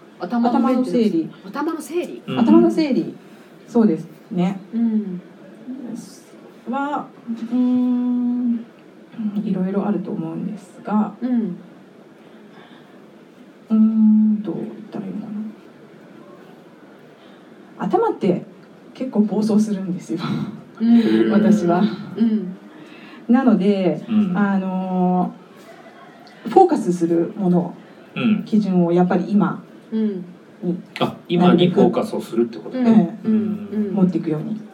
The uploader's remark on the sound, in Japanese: 公開収録の後半をお届けします